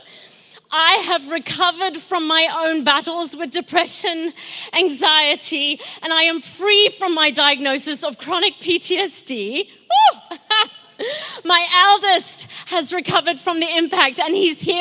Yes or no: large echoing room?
yes